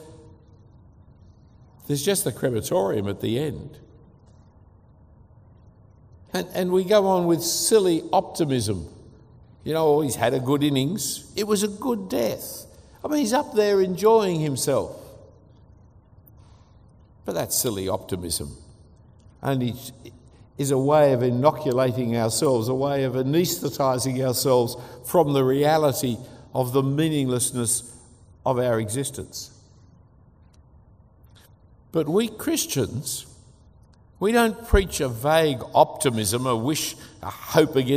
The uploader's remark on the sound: A talk given at Adam Road Presbyterian Church in Singapore